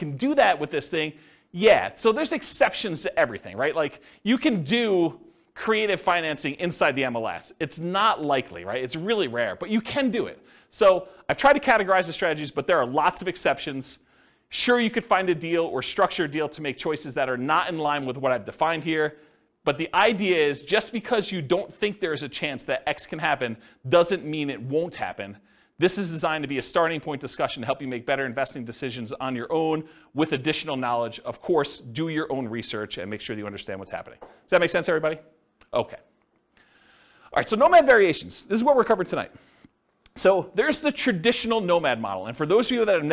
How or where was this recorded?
live audience